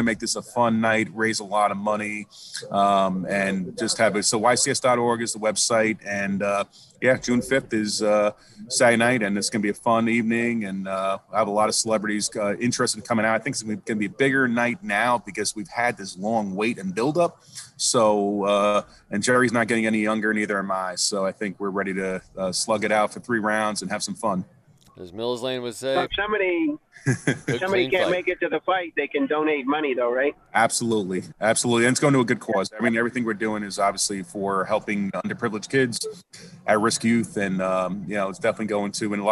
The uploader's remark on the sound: Radio Row in Tampa Bay. Live from Radio Row.